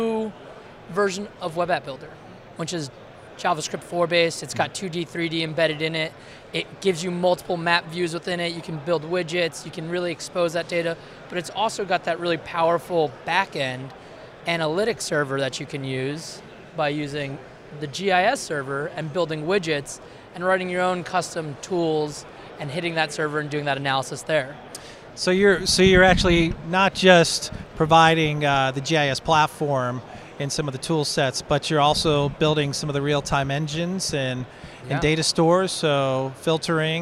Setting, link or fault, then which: setting, busy venue